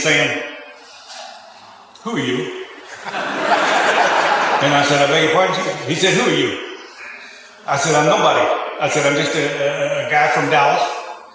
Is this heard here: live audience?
yes